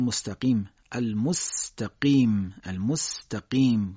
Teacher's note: و اما حرف قاف با زبان کوچیک ادا میشه، با شدت ادا میشه